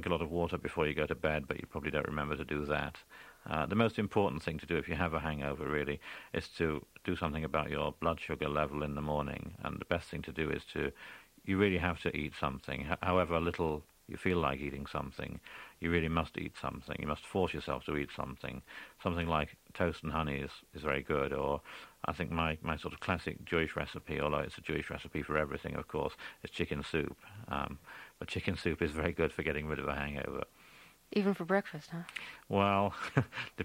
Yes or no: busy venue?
no